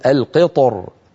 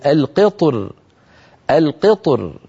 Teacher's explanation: بعض العرب كان يفخم الراء مراعاة لحرف الاستعلاء الملاصق للراء فيقول القطر، وبعض العرب كان يرققها من أجل الكسرة التي قبل الطاء